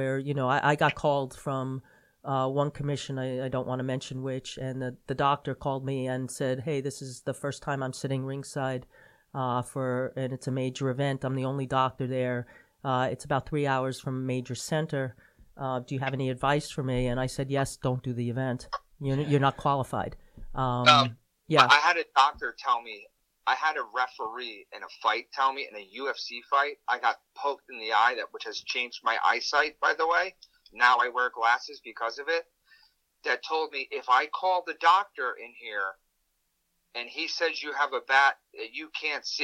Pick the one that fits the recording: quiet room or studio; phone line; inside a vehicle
phone line